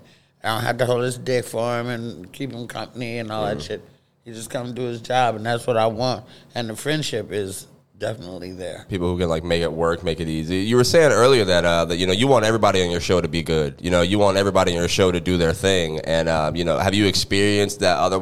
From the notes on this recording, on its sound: We recorded this podcast between sets of the early & late show at the Comedy Zone